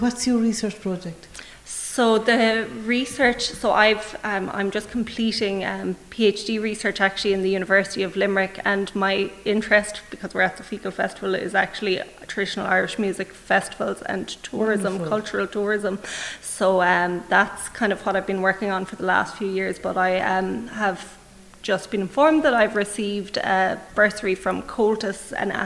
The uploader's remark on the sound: live from the Community Hall Feakle as part of the 36th Feakle trad Festival